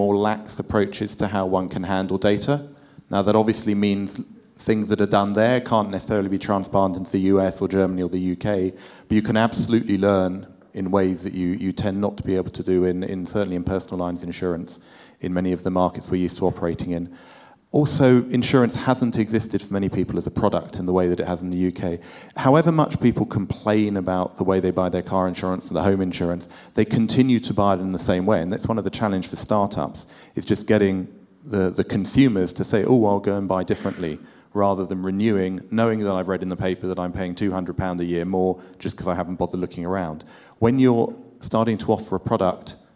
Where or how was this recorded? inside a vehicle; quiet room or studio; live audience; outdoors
live audience